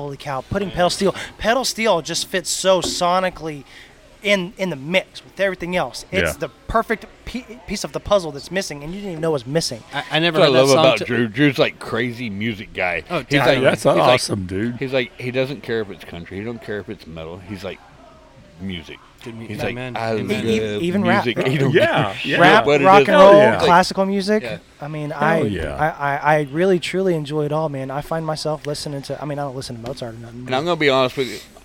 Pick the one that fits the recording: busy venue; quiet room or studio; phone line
busy venue